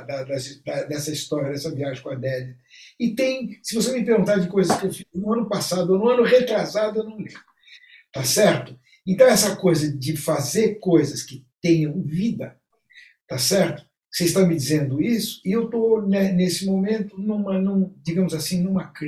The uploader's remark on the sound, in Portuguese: nós realizamos um encontro on-line